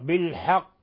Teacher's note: إذا وقفنا على القاف فيها قلقلة كبرى